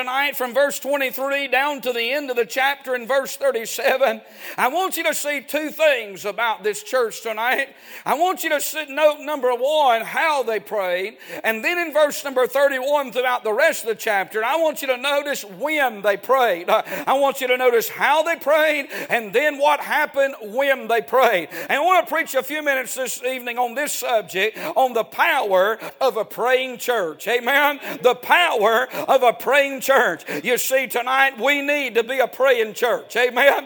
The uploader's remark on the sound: A sermon preached Wednesday Evening